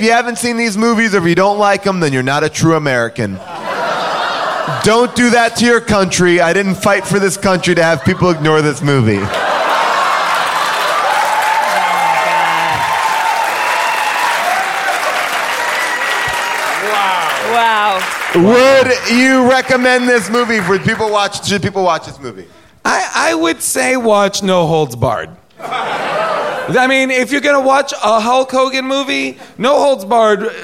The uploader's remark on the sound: Mr. Nanny: LIVE! Recorded LIVE at Largo in Los Angeles.